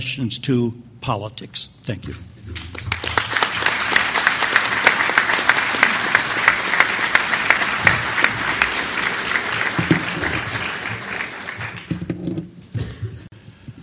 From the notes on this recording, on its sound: Presented this panel discussion at the 2006 Annual National Lawyers Convention on November 17, 2006. The Federalist Society's Federalism & Separation of Powers Practice Group presented this panel discussion at the 2006 Annual National Lawyers Convention.